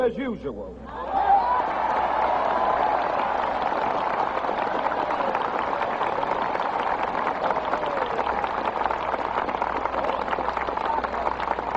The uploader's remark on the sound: This speech was delivered to thousands of Americans, both black and white, who were yearning for a freer and more inclusive society.